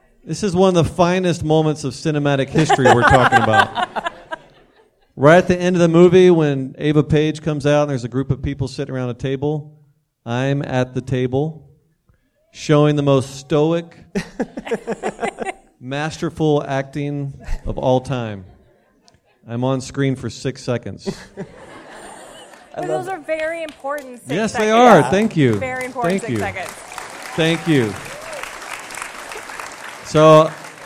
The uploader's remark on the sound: Our first ever live episode! In front of a large crowd of his adoring fans at the main branch of the Cuyahoga County Public Library (CCPL).